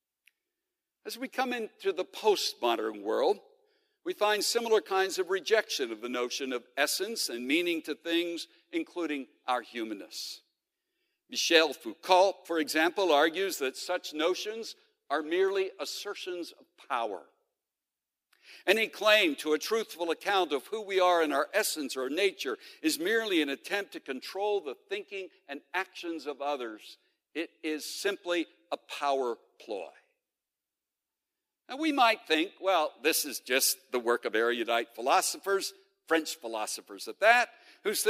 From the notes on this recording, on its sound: The following podcast was originally recorded at The Center for Bioethics & Human Dignity 25th annual conference, Bioethics & Being Human . In this opening session of the conference.